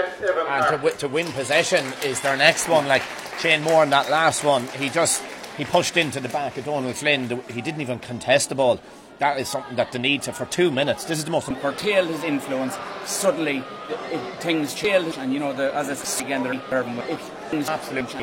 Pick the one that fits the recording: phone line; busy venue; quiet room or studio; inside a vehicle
busy venue